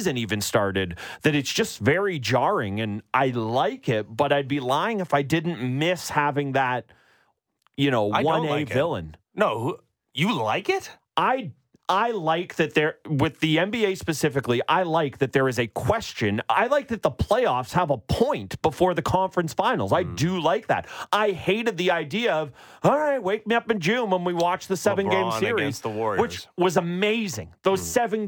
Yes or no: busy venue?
no